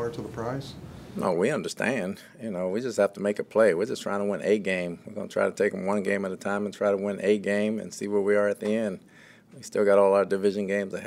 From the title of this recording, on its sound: Press Conference